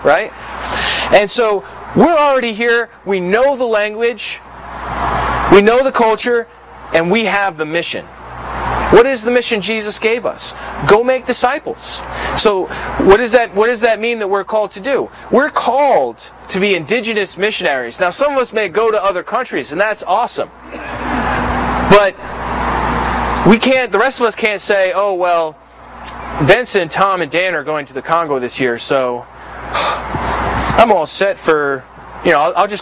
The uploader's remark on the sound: Please pardon the quality of this recording. This meeting happened outside in a park in the Albany, NY area.